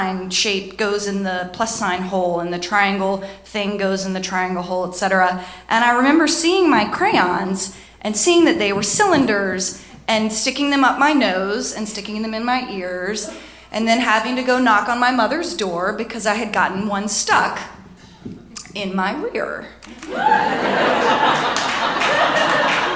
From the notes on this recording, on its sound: Live From North Carolina! Our wonderful show from the North Carolina Comedy Arts Festival in February.